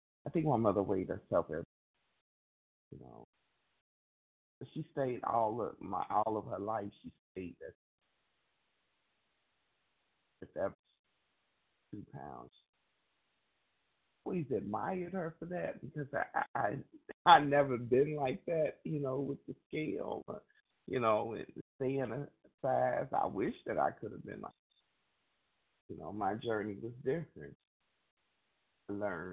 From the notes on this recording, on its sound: From the 100 Pounders Phone Meeting, 12/20/23.